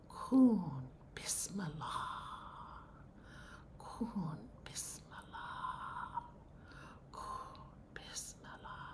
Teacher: let the ah at the end, because it's A-H at the end, so let that aspiration continue.